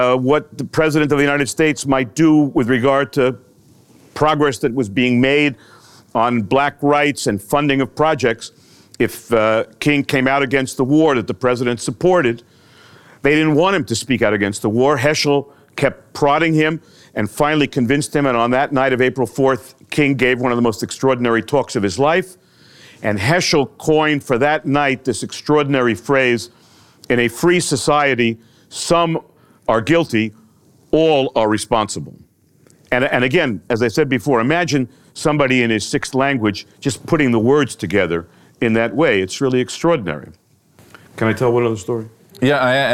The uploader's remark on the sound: in front of a live audience